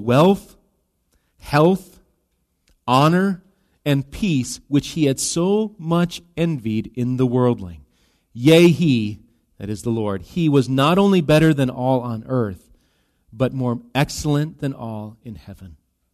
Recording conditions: large echoing room